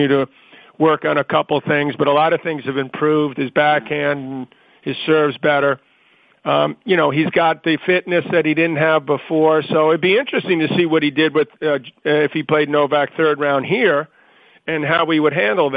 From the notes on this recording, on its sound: Wimbledon Conference Call.